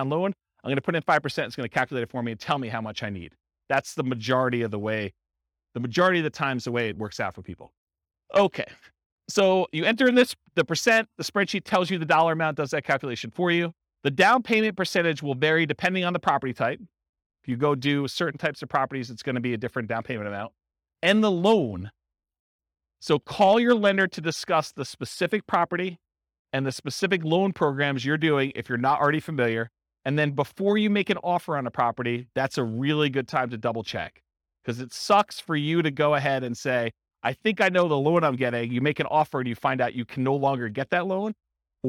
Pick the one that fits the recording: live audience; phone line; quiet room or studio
live audience